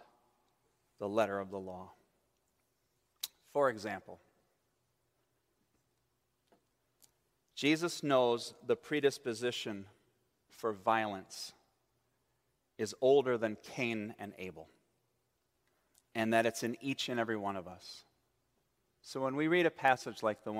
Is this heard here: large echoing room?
yes